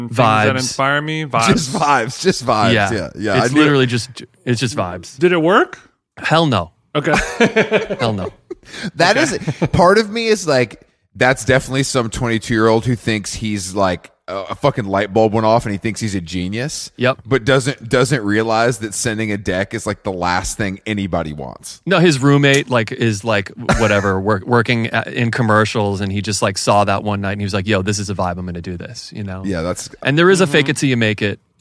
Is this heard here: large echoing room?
no